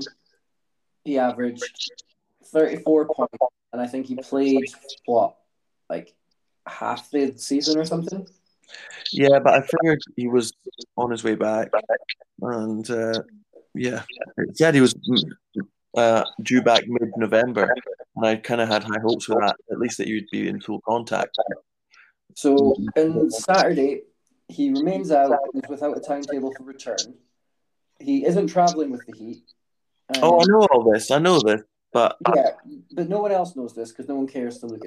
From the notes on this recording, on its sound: Technical difficulties in this one